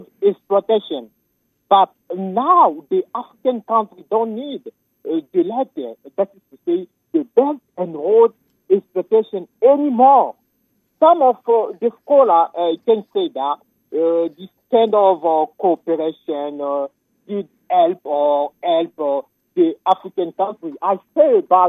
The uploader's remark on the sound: Phone conversation